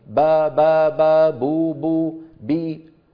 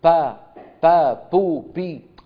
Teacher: فالباء العربية ليس معها هواء متدفق · Shown in: first take · با ما في، با بو بي ما في، في با بو بي، ما معها هواء متدفق.